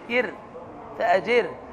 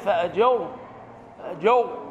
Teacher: الراء هنا مرققه لانها ساكنه بعد كسر · Shown in: first take